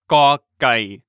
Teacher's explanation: It's a harder sound than in English, somewhere between G and K.